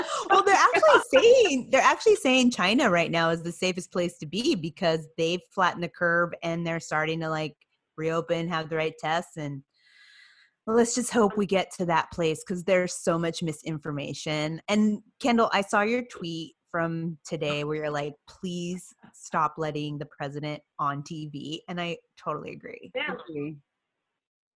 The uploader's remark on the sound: We are still under Stay-at-Home protocol due to Covid_19, so instead of being in the studio, we take to Zoom to record this episode. In this pre-recorded show.